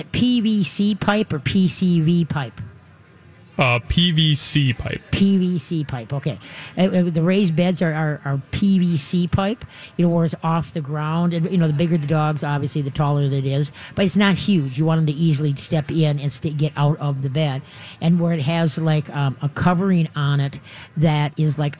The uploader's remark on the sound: live from the State Fair!